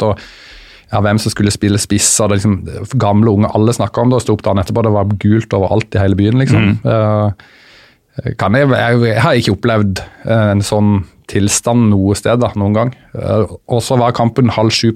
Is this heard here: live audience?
no